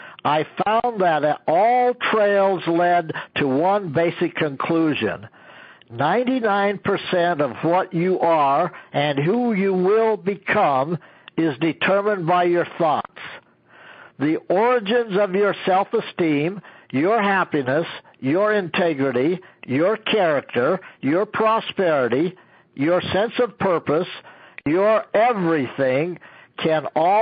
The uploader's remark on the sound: an archive of weekly conference calls